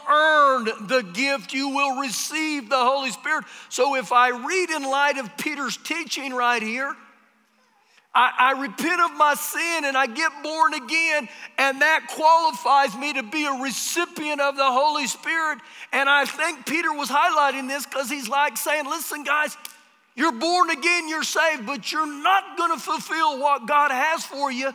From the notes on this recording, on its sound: Recorded live during our Sunday morning service